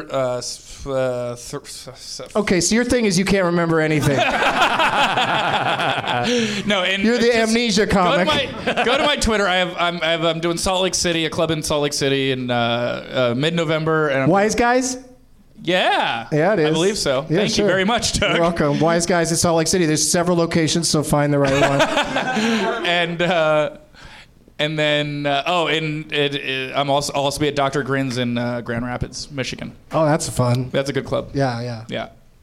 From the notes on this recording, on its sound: Live from the NerdMelt Showroom in Los Angeles